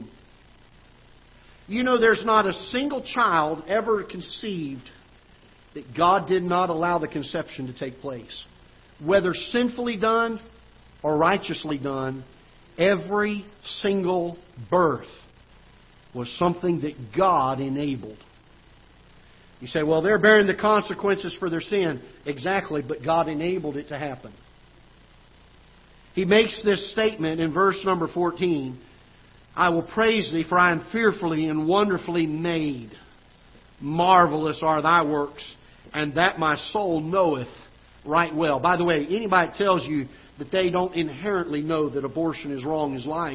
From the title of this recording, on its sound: Ketha Heights Baptist Church ~ Live Broadcast